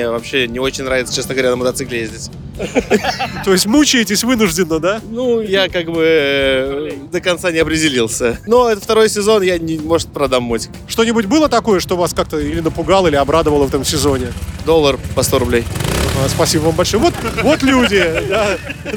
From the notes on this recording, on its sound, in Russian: Интервью с Крестовского острова. Записано 30 сентября на Крестовском острове на месте сбора мотоциклистов для торжественного проезда по городу.